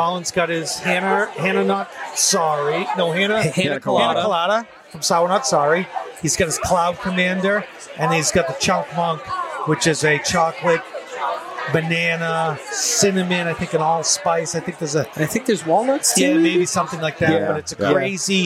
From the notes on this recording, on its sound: on his epic roof deck at Six West in South Boston